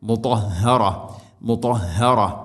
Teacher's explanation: ത ഉച്ചരിക്കുന്ന സമയത്ത് നാവിൻ്റെ മധ്യഭാഗം അണ്ണാക്കിലേക്ക് ചേർന്ന് നിൽക്കണം · Term: ഇത്ബാഖ്